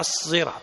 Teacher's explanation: لابد من التفخيم، كأنه موصل اللسان إلى أعلى الحنك